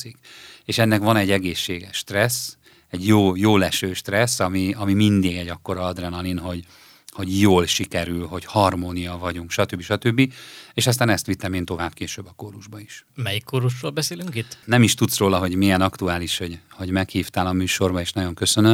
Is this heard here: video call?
no